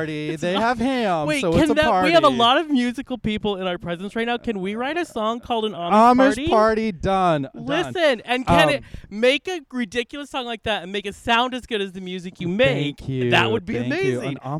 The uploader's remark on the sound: Extra Special thanks to The Sportsmans Lounge in Studio City. We recorded in their awesome patio space, but this hotel has much more to offer.